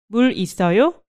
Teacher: So you just raise the tone at the end of the sentence and it becomes a question. So 물 있어요 is a statement.